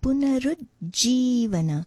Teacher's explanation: The ru is a little bit of a slightly rolled syllable, and there is a slight stress on the third syllable, the ru. Punarujjivana.